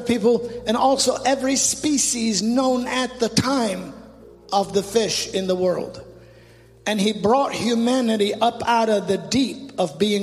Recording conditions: large echoing room